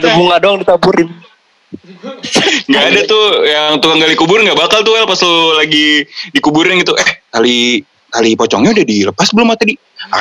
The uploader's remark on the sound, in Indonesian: Berhubung harus #dirumahaja, maaf kalau ada perubahan kualitas suara yak.